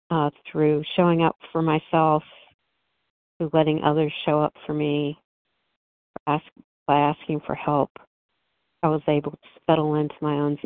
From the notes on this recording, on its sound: 100 Pounders Phone Meeting